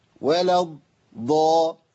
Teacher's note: وهمزه الوصل تسقط، واللام مدغمه